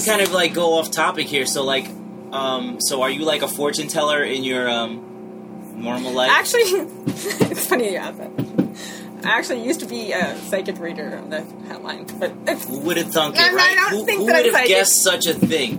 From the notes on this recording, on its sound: Please excuse the noisy audio, as this episode was recorded in an RV with the A/C on during EDC 2021.